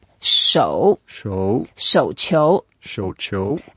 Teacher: it's a third tone, so we go down and up